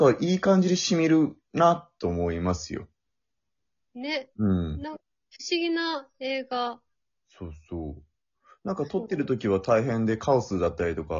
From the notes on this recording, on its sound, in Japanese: リモート収録